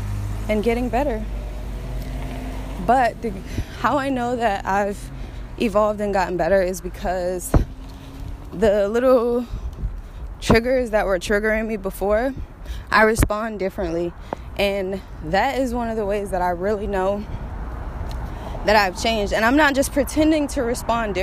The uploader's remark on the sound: Walking, talking, rant